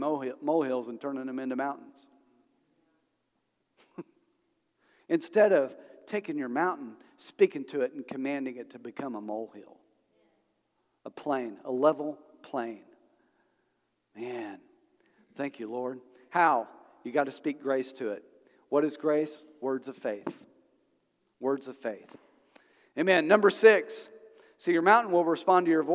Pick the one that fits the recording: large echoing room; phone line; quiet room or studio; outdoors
large echoing room